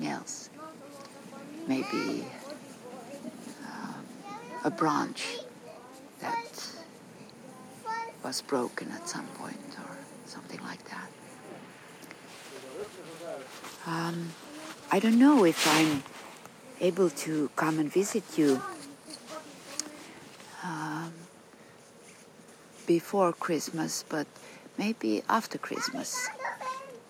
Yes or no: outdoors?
yes